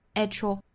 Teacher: At 跟后面的 your 之间可以连读同化成一个 ch 的发音